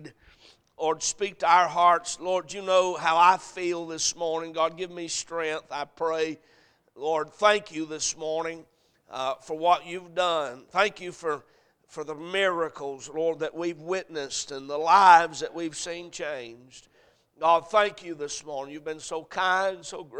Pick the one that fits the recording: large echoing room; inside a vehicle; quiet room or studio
large echoing room